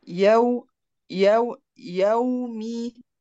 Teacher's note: الاول افتح الياء ثم انتقل للواو على طول · Term: الواو اللينه